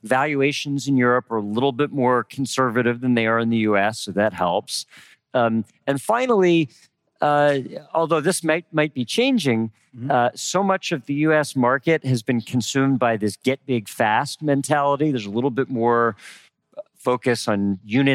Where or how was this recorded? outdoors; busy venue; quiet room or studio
busy venue